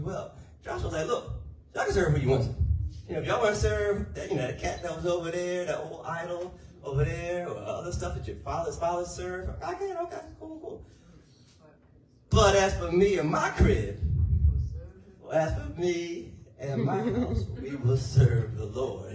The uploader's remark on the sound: Sermon audio